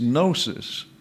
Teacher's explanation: That's a gamma. So how do you manage the gamma and the nu? You ignore the gamma.